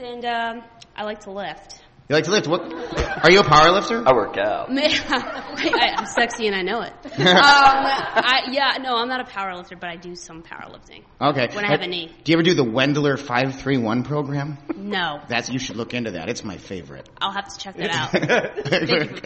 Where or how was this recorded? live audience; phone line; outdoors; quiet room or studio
live audience